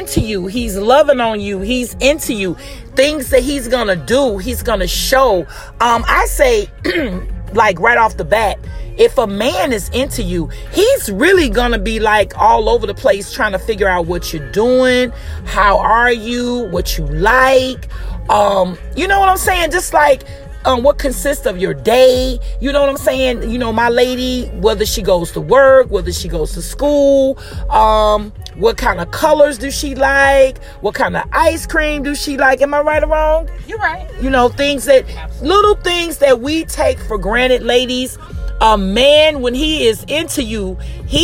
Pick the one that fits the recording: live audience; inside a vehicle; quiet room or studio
inside a vehicle